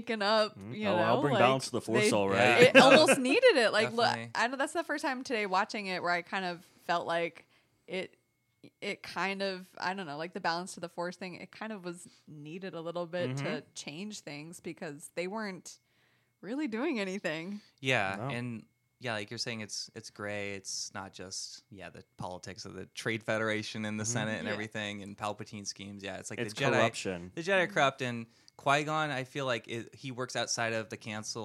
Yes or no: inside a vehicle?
no